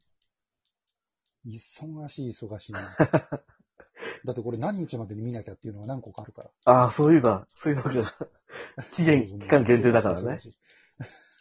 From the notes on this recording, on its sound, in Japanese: リモート